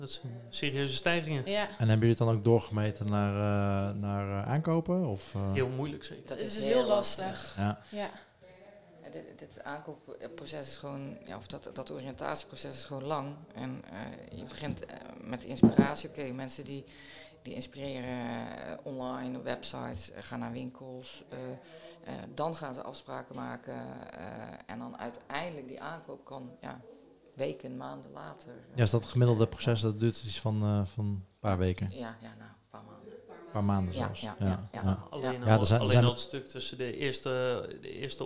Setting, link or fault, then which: setting, busy venue